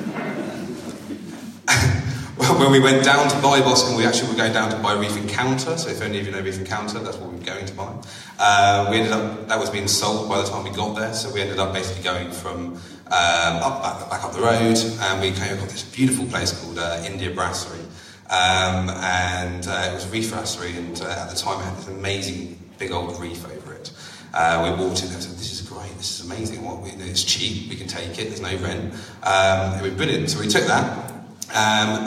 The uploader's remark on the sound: a taste of one of our 'live' events